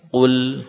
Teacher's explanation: Qaf dhammah, qu, ya. Lam sukun, maka lamnya tidak diberi unsur harokat dhammah, ya. Berarti bibir kita kembalikan.